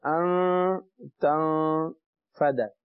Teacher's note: دیکھیں دو جگہ غنہ ہو رہا ہے ان تنفد، نون ساکن کے بعد تا آ گیا غنہ کریں گے، تا کے بعد نون آیا وہ بھی ساکن ہے، اس کے بعد فا آ گیا غنہ کریں گے.